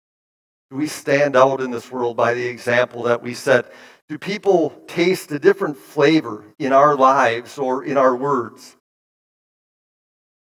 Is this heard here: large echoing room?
yes